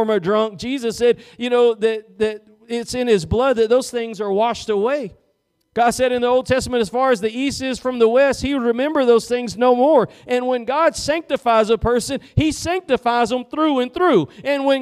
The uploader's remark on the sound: Preached at Gospel Lighthouse in Bossier City, La.